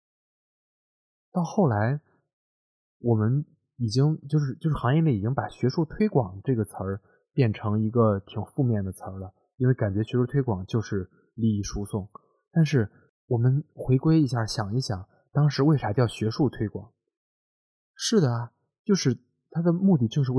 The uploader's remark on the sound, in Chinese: 希望大家体谅我的录音和剪辑